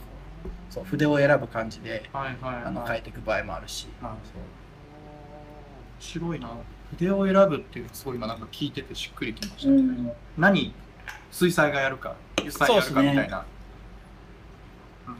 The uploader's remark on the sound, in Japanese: 収録場所：BABEL BAR